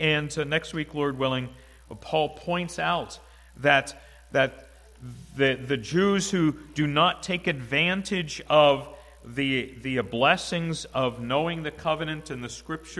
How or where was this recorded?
large echoing room